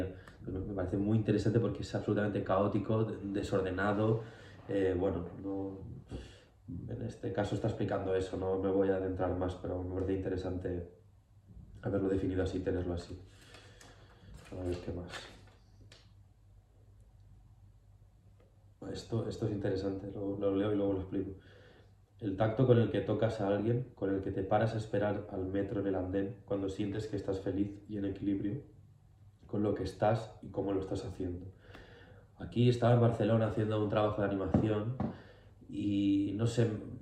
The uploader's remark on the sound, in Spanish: Este es el primer video en el que estoy delante de la cámara explicando cosas. La palmada era para sincronizar el audio del micro que no he puesto a grabar.